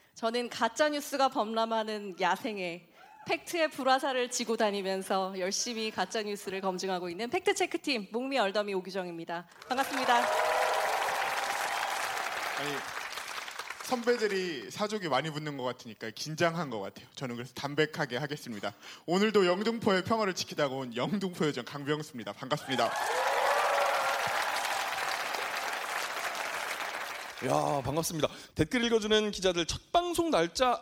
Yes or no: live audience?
yes